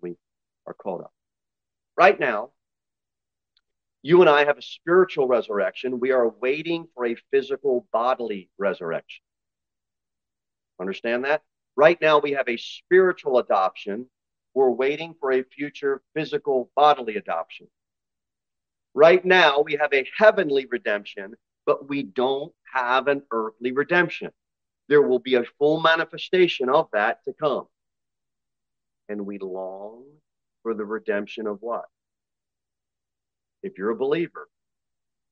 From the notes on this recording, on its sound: Sermon delivered at Pilgrim Baptist Church on Sunday, June 18, 2023, at 2:15 pm.